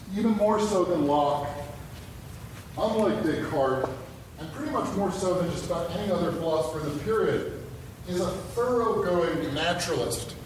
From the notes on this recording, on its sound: Recording of a lecture delivered on January 19, 2018. As part of the Formal Lecture Series.